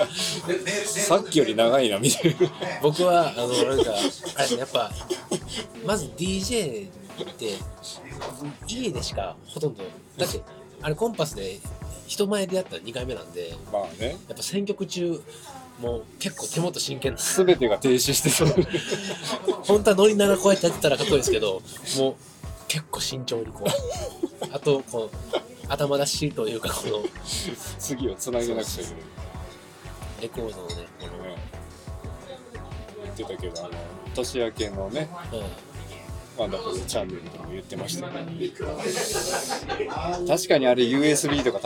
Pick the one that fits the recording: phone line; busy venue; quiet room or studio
busy venue